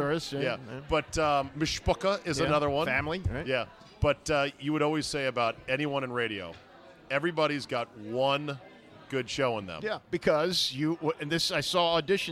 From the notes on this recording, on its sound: Out to dinner at DC Prime in Ashburn this week. RECORDED LIVE at DC PRIME STEAKS in Ashburn VA.